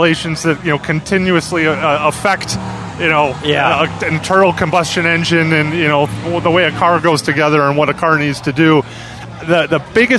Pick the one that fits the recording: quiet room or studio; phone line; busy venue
busy venue